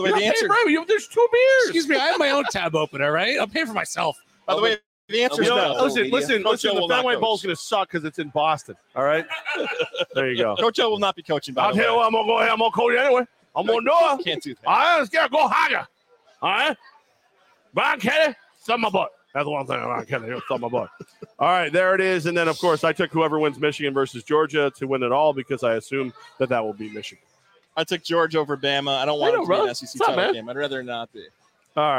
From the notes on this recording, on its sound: LIVE from Hooters on Wolf Road